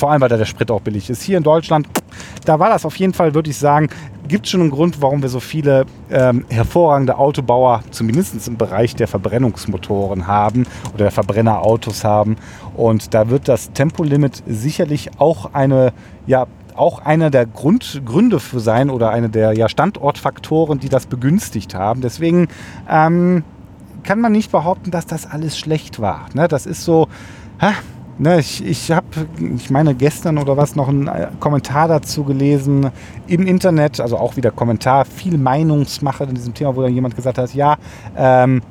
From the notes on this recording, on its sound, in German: Diesen Podcast habe ich BTW (Behind The Wheel) aufgenommen. Praktischer Weise war auf der Strecke die ich gefahren bin auch ein Stück Autobahn mit dabei.